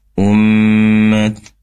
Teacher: gunna mim bertasydid, maksimalkan dengungnya. Ummat, kurang lebih 3-4 harokat.